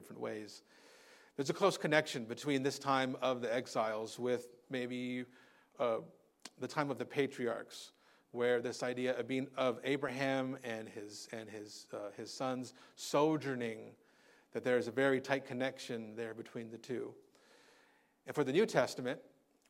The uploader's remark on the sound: Recorded on Sunday, January 21st, 2024 at Living Hope Orthodox Presbyterian Church (OPC) in Cerritos, CA.